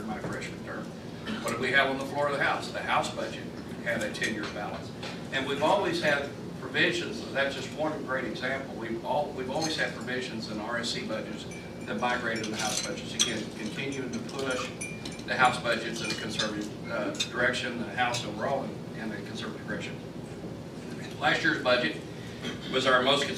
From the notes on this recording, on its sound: WASHINGTON, DC. In an appearance before a breakfast meeting of The Ripon Society.